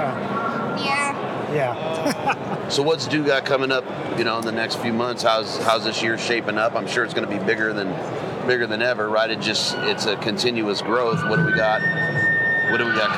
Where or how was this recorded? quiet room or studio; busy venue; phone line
busy venue